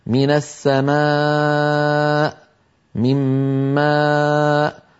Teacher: نطق الألف المرققة التي ليس في اللسان تقعر وليس في لسان المزمار رجوع إلى الجدار الخلفي للحلق